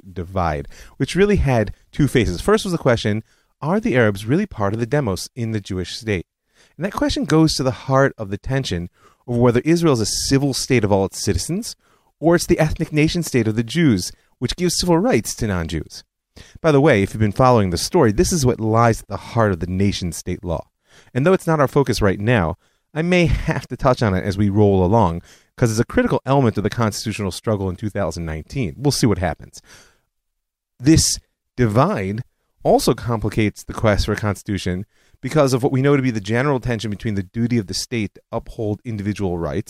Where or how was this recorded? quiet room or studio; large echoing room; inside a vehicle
quiet room or studio